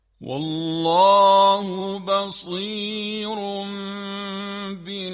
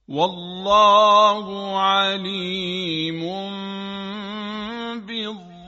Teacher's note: قلب به میم یا اقلاب تنوین، یعنی اگر تنوین قبل از حرف ب قرار بگیره اون هم تبدیل به میم میشه. بصیرون تنوین اون داره.